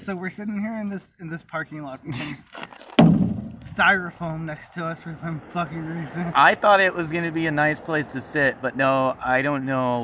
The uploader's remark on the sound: We recorded a roadside chat to close out season 4.